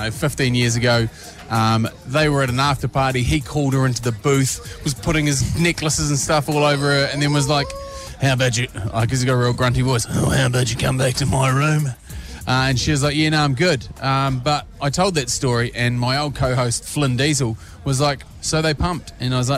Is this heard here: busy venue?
yes